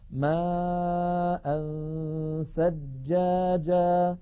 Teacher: نهيئ فمنا على مخرج الثاء وبأن نضع طرف لساننا على أطراف الثنايا العليا وننطق غنة